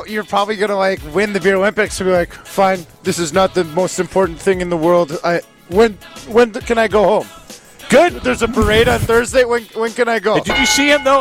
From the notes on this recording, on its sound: The guys are live from X-Golf in Madison